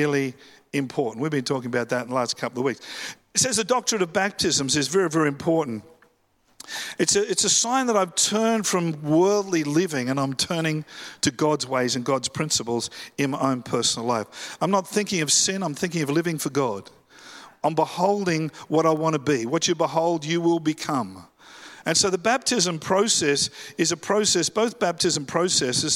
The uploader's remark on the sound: live at Freshwater Church on Sunday the 4th of February, 2024